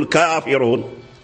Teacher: والكافرون أسهل من الكافرون، وبعض الطلبة يفخم حتى الكاف، يقول الكافرون، يريد أن يفخم الراء فيفخم الفاء والكاف، لماذا؟ لأن الملاحظ أن اللسان يصعب عليه أن ينتقل من